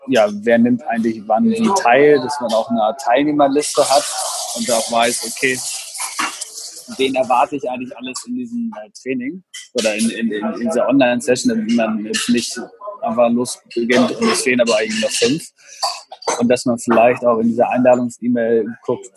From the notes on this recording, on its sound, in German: Weil das Hotel-WLAN nicht gut genug war, haben wir das Interview in einem Café geführt. Hört Ihr leider ein paar Hintergrundgeräusche.